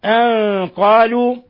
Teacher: أن قالوا، نون ساكنة جاء بعدها القاف، إخفاء حقيقي